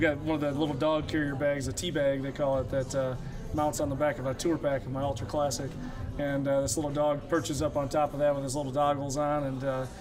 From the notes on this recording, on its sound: Recorded at the Gypsy Highway Bar and Grill in Davenport, Iowa. Recorded at the Gypsy Highway Bar and Grill in Davenport, Iowa.